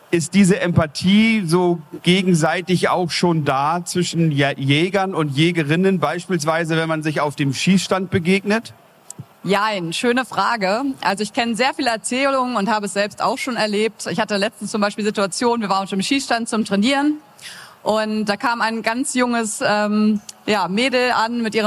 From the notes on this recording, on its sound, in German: Die Tonqualität ist einer Besuchermesse entsprechend und nicht mit den Studio-Folgen vergleichbar.